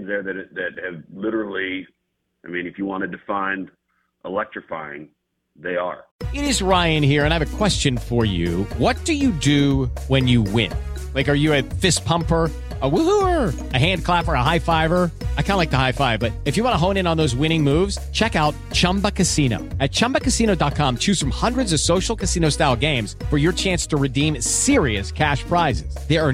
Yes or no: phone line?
yes